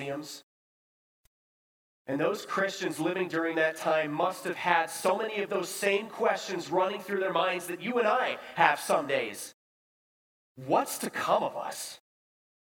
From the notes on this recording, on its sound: Bethany, Appleton, WI. Preached this sermon at Bethany's Sunday worship on November 6, 2022.